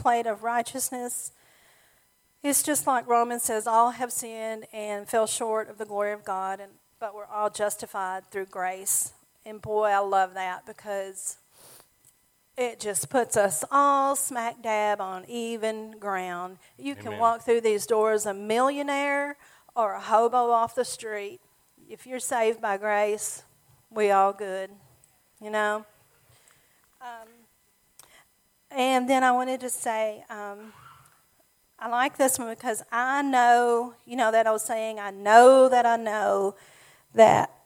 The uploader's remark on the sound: Sermon audio from our Mother's Day service